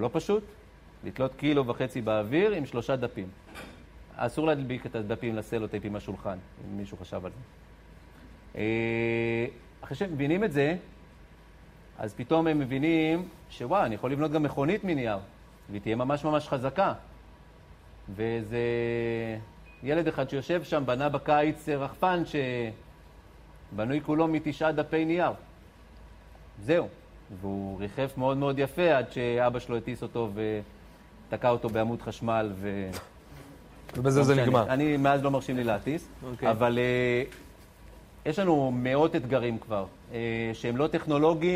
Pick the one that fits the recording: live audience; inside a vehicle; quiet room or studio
live audience